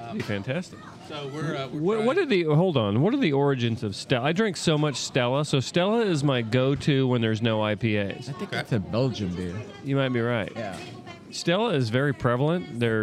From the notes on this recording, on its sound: Recorded at the bustling Serafina's Pizzeria